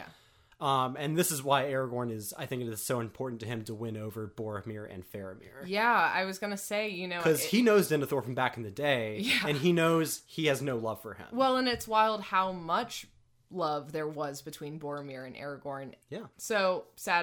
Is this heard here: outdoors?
no